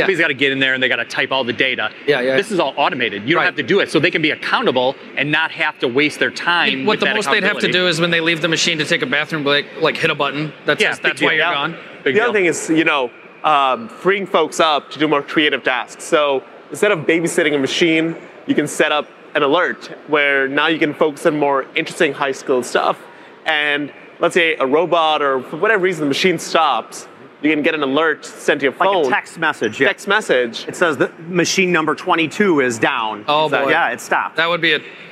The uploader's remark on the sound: joined us live at IMTS